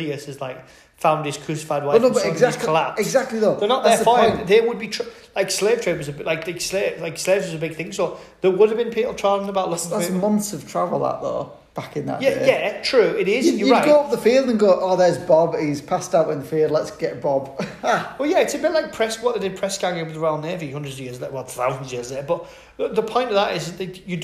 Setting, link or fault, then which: fault, echo